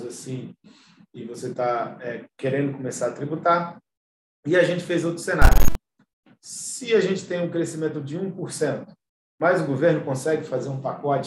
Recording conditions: video call